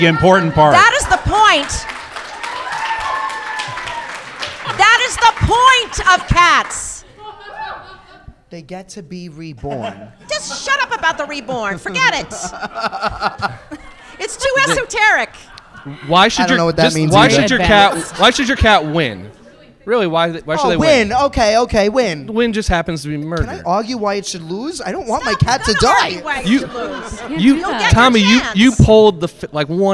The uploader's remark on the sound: LIVE from BroadwayCon 2020 in New York City